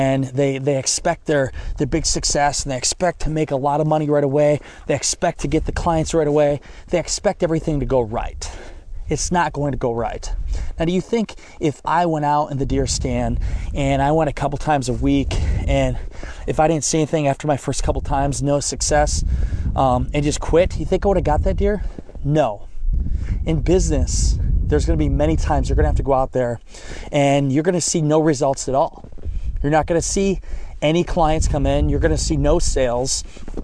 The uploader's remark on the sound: I am recording in the snow in the middle of the woods right now! During shotgun season.